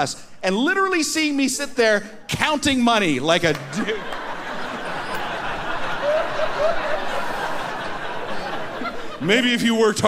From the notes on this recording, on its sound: From the Winnipeg comedy festival